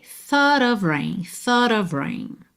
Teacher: Então teríamos thought, thought, mas esse T final virou rarará para juntar em of rain